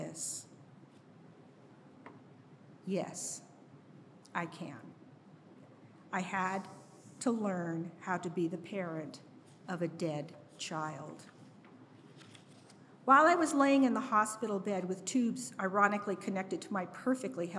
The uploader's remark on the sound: Each episode of Crash Radio features local musicians, writers, and storytellers presented as a live event in Asheboro, NC, which is then edited for broadcast. This episode was recorded live at Carolina Taphouse in Downtown Asheboro.